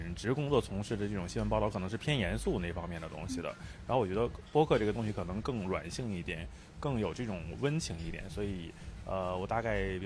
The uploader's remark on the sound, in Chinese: 现场播客。这是我在【声量】活动当天的第二场录制，是下午14点在阿那亚的BAR LOTUS。